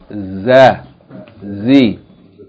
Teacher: the tip of the tongue should be up above the two lower incisors, right opposite the two top incisors, two front teeth, with a little bit of space between the tongue and the teeth, and you say za, z.